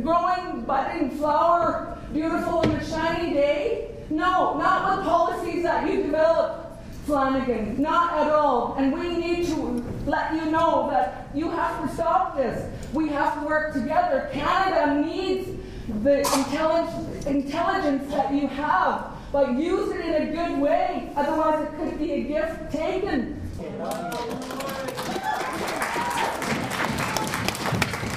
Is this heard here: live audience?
yes